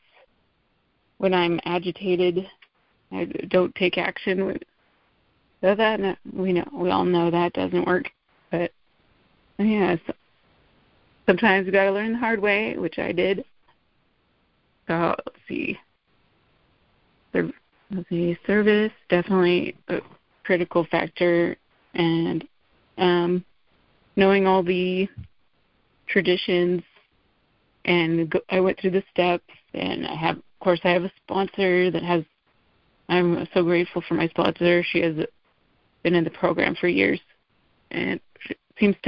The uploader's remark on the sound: Lead at MAWPM's "Saturday Night Live" meeting. MA Meetings by Phone.